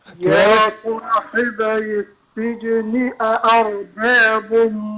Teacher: حقق الهمزتين وفخم الراء